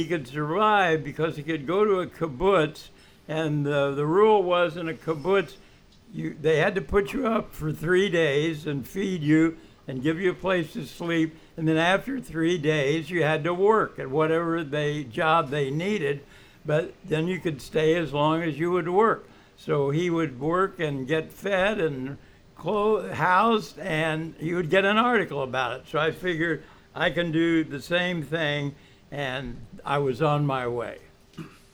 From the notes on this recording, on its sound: Recorded live at the legendary Red Key Tavern, September 19, 2016